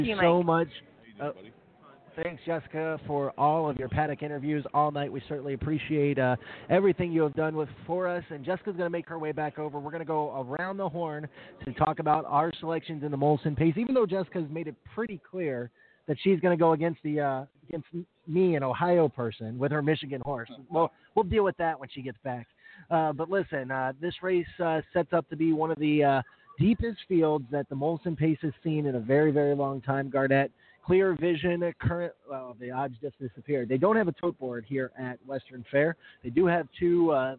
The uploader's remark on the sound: 2017 Molson Pace Live Remote. Live coverage of the 2017 Molson Pace from Western Fair in London, Ontario!